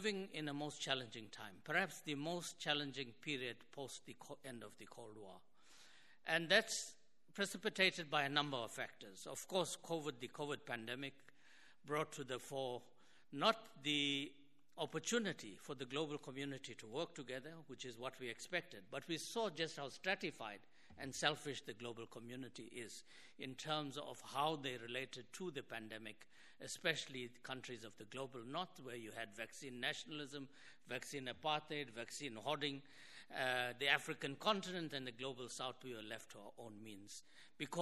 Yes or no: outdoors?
no